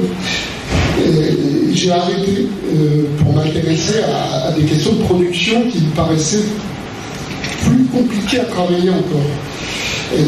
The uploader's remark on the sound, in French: Version audio de la conférence. À Aix-Marseille Université, Campus Schuman.